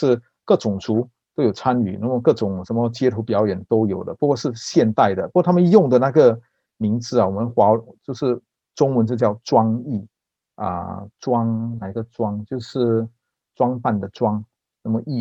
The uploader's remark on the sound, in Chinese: 地點：Zoom會議室。主辦單位：新紀元大學學院中文系中文傳播大學基礎課程。